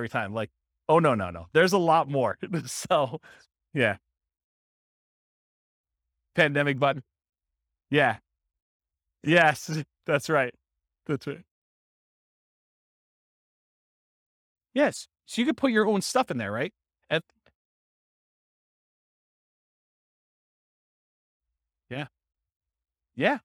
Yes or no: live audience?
yes